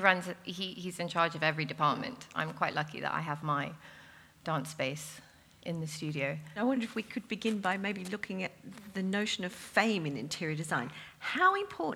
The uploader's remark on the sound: Recorded in front of a live audience of designers at the fabulous Roca London Gallery as part of the Chelsea Design Quarter Springtime Sessions.